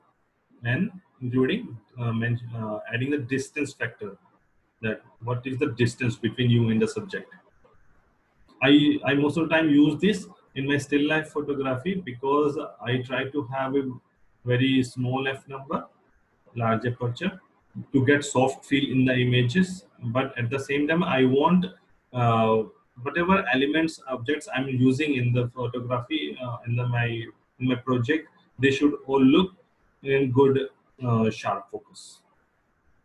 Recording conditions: video call